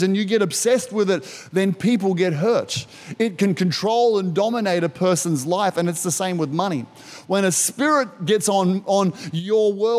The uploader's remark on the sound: This was recorded in our 9am service on the 27th of February, 2022